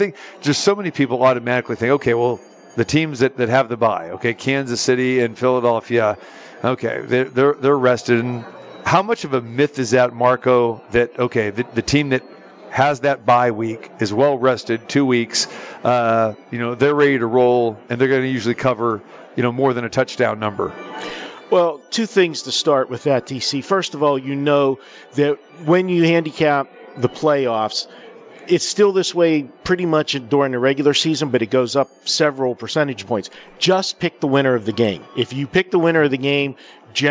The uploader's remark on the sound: Live From the Superbook at the Westgate Las Vegas